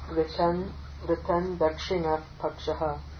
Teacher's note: Notice that Anuswara will be pronounced as the dental nasal because of the da.